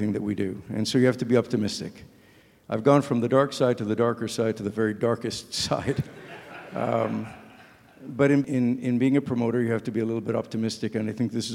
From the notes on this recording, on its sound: This free-wheeling discussion was recorded live at The Northern Miner's Canadian Mining Symposium held at Canada House in London, U.K.